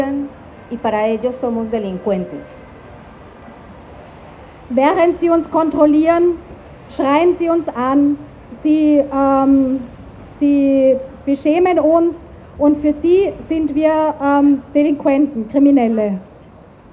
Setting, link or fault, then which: setting, outdoors